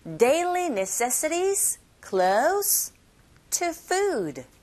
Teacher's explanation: 쉼표로 나열되어져 있는 단어들을 발음하실 때 억양은요. 올라가고 맨 마지막 부분에 내려가고 억양 자체가 그렇게 변하게 됩니다.